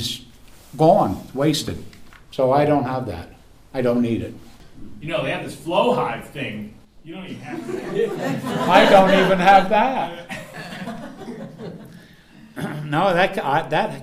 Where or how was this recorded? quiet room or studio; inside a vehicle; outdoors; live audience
live audience